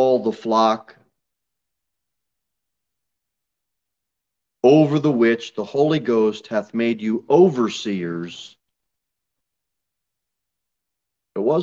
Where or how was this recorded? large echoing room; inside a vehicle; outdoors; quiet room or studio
large echoing room